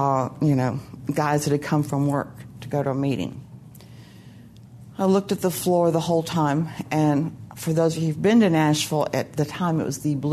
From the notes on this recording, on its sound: At the 2015 SA Franklin Fall Conference.